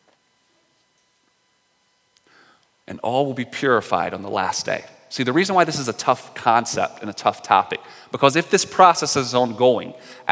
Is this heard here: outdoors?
no